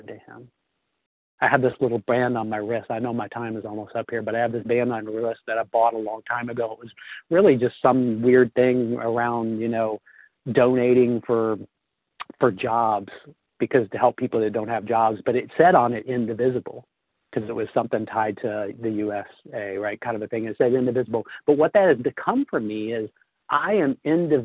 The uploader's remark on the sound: 100 Pounders Phone Meeting, 3/28/23